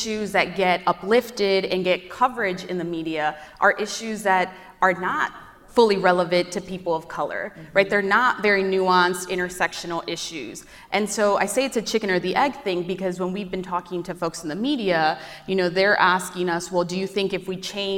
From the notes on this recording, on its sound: live from The Leadership Conference Education Fund's "We Are Democracy" conference